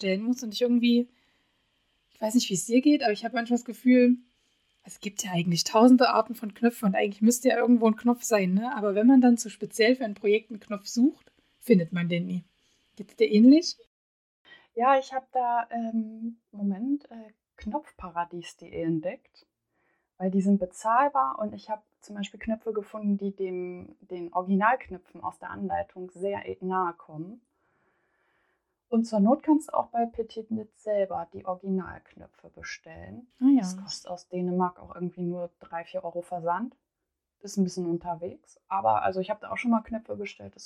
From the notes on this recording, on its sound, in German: Ich arbeite noch stark an der Tonqualität und hoffe, dass es von Mal zu Mal besser wird.